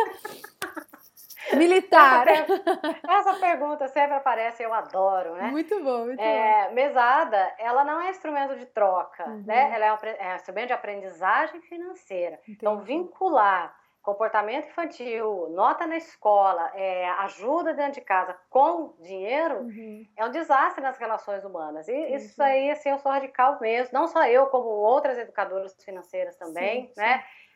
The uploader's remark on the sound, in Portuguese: um papo via Skype